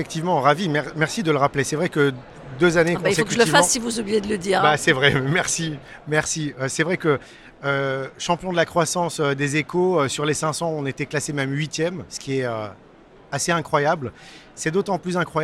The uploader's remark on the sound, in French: Cet épisode a été enregistré en direct du salon RENT.